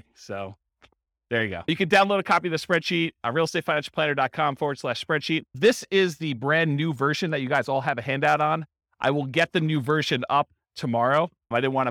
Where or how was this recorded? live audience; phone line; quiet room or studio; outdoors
live audience